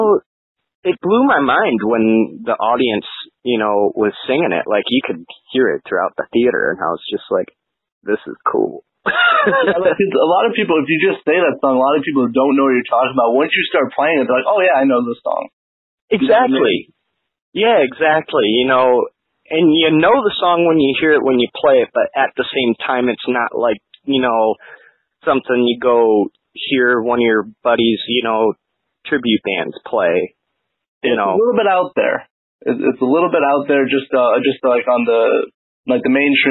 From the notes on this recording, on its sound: A phone interview with frontman and guitarist.